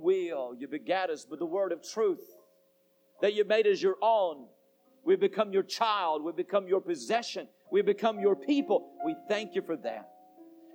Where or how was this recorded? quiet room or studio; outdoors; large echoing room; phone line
large echoing room